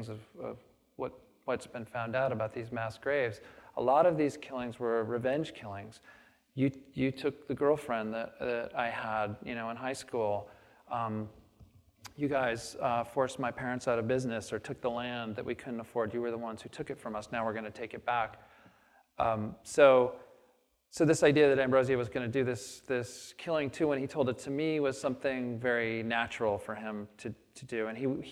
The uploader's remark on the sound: on the stage of the Traverse City Opera House